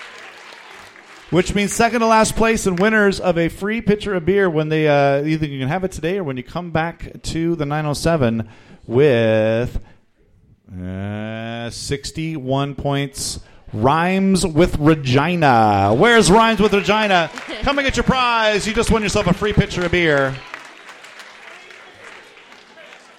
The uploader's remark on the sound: The Winter Classic Tournament Finals - Live from The Local 907 in Renton!